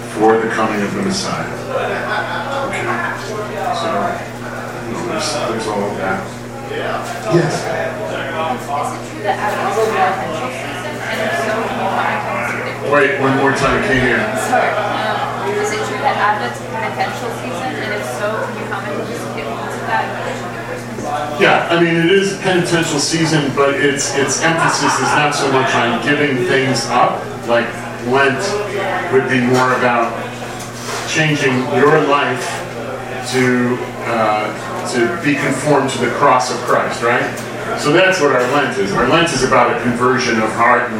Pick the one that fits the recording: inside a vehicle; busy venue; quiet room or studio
busy venue